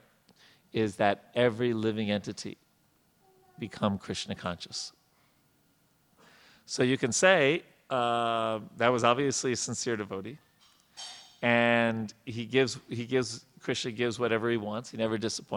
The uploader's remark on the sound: Lectures on the Srimad Bhagavatam are held on Sunday mornings at our temple.